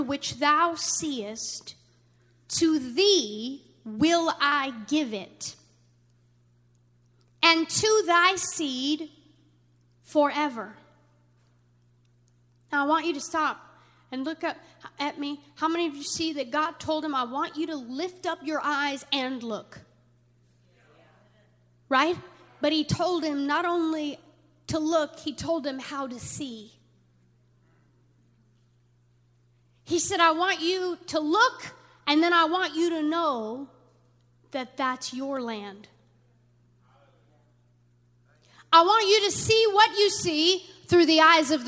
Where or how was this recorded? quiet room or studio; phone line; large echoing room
large echoing room